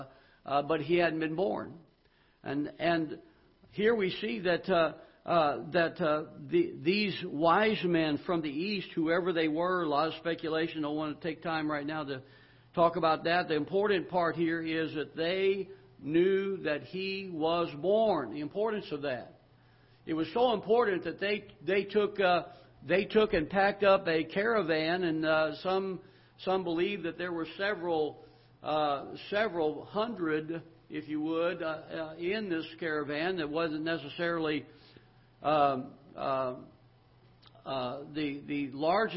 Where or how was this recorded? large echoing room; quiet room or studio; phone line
large echoing room